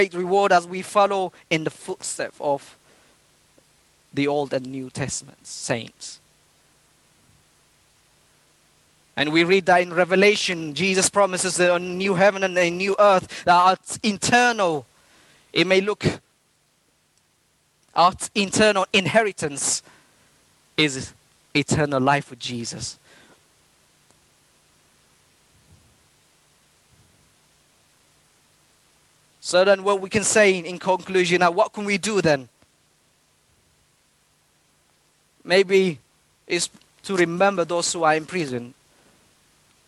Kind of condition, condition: setting, large echoing room